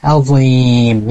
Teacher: Hati-hati juga di kalimat dha ketika dia dalam keadaan kasrah, jangan sampai dia tertukar dengan huruf zal. Walaupun dalam satu makhraj, yang membedakan adalah sifatnya. Dia sifat huruf dha itu mengangkat lidahnya.